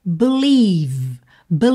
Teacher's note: Believe, você termina o som no V. O primeiro vai ter um som muito fraquinho, b, b, é um som a, não é e. Tá? Nem e, é a, b, b.